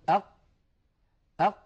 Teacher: تجدون بأنه لا يمر نفس أبدا ولا يمر صوت أبدا. أق ينقفل مخرجها انقفالا تاما، فهي حرف مجهور ليست من حروف الهمس، وهي حرف شديد لأنها من حروف أجد قطن بكت أجد قطن.